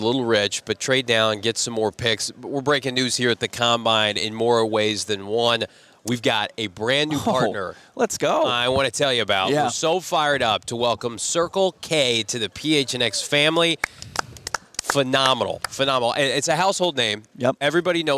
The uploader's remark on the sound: LIVE from the NFL Scouting Combine